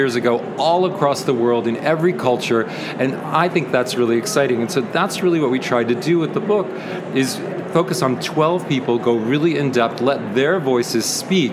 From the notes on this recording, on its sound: Live from the 25 ALA Interview. Live from the ALA exhibit floor in Washington DC.